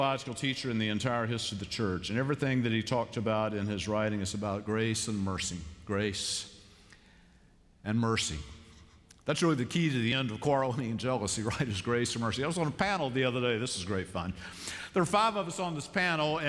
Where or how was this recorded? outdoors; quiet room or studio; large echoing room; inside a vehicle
large echoing room